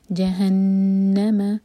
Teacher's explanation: نون پر شدہ تو نون پر غنہ کیا جائے گا